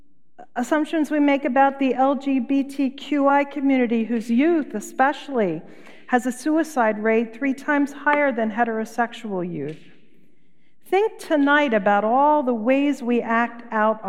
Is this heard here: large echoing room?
yes